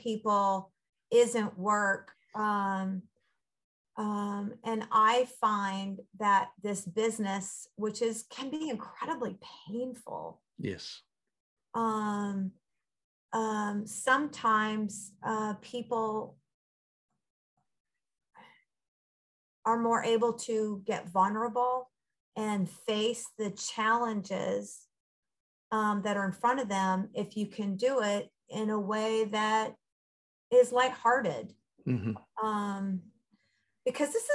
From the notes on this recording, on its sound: Recorded 10.13.2021 from Raleigh, NC & Charlotte, NC on Zoom